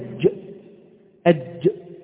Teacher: هذه الغرفة ثلاثة أبواب. الباب الأول هو باب الجيم، باب الجيم، والجيم تخرج من وسط اللسان كما قلنا إلى الداخل